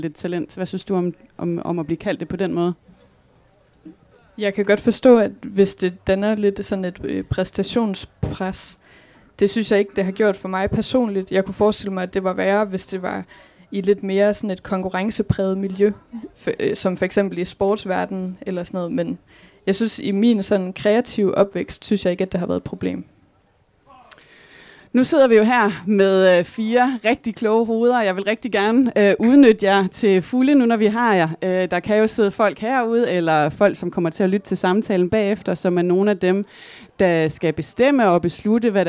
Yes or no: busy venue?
yes